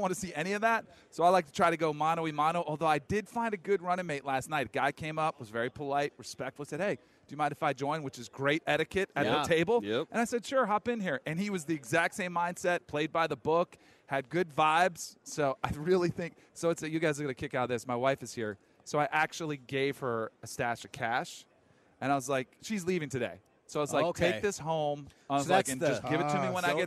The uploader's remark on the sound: LIVE at Radio Row in Las Vegas!